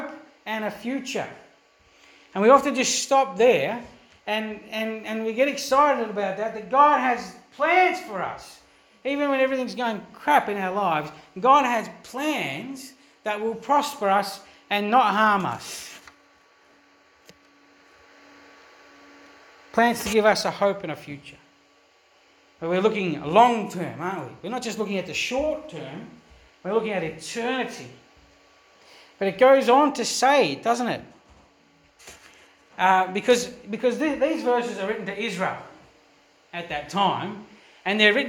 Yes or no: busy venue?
no